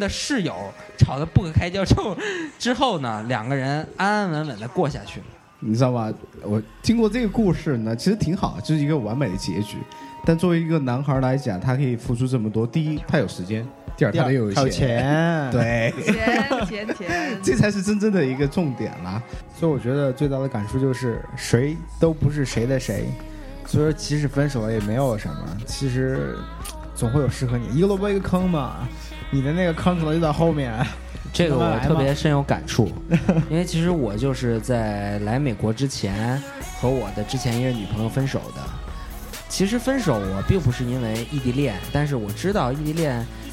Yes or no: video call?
no